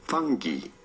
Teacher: You do want to stress on the first syllable, the fun syllable